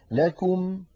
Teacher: لابد من ضم الشفتين ضما محكما عند الكاف